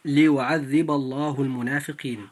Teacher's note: فلام لفظ الجلالة في ليعذب الله لام مفخمة لمجيئها بعد الباء المفتوحة في كلمة ليعذب